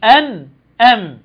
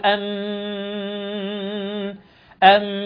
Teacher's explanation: فإذا أردنا أن ننطق النون والميم بدون غنة ظاهرة، أي في حالة الإظهار، لا نعطي للغنة التراخي أي زمن يؤدي إلى ظهورها، بل فقط مقدار تصادم طرفي عضو النطق · Shown in: first take